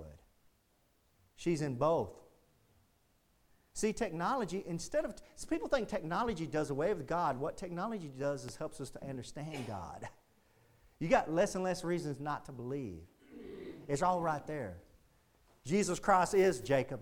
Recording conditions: large echoing room